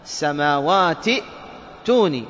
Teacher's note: حذفنا همزة الوصل لأننا وصلنا الكلمتين